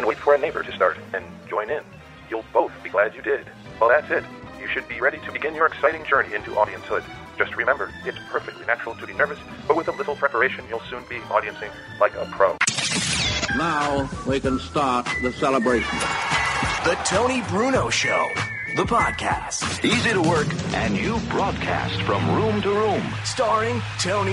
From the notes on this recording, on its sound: LIVE from the Jughandle Inn in Cinnaminson NJ